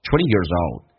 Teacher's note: Years 跟 old 会有一个连，用 z 跟 o 形成个连